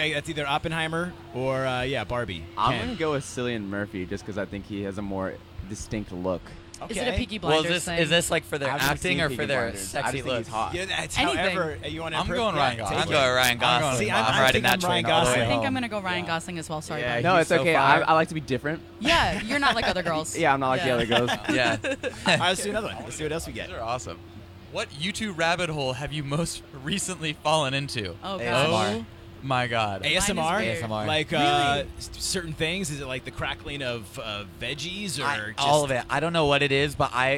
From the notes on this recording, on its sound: The Mix is live backstage at Lollapalooza 2023!